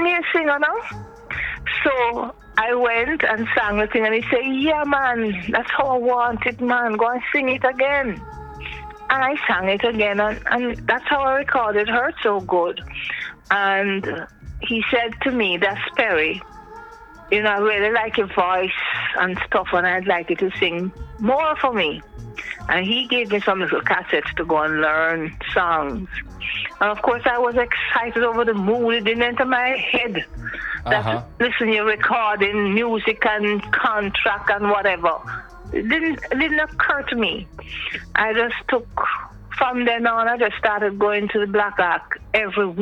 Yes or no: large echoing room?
no